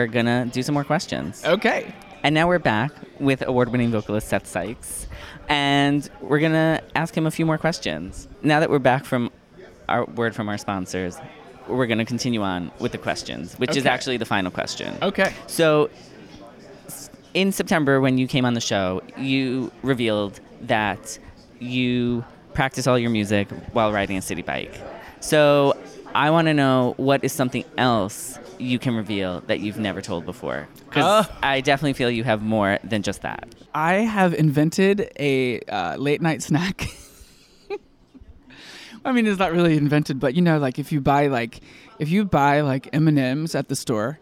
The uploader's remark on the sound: live from Feinstein's/54 Below press day